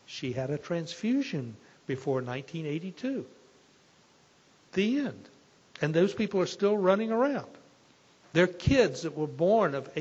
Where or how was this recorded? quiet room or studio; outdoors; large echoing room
large echoing room